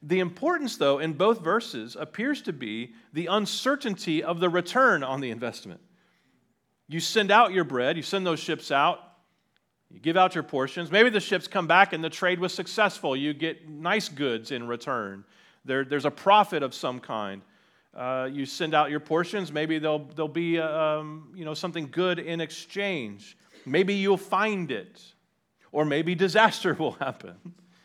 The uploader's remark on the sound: on 10/22/2023 at Liberty Baptist Church in Liberty, Missouri.